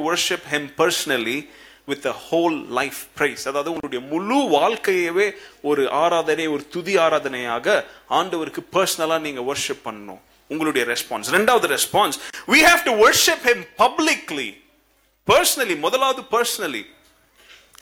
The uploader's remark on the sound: Christmas Service 2017. Preached at the old sanctuary of Agape Bible Church.